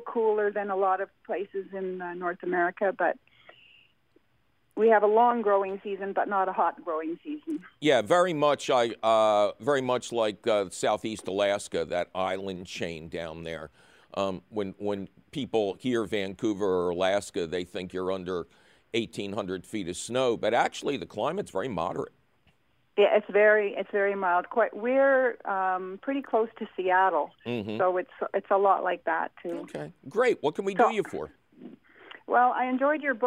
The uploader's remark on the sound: a heaping handful of your phone call questions